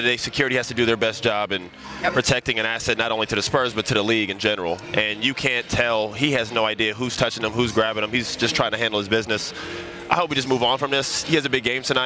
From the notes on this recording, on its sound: Live from Vegas Summer League.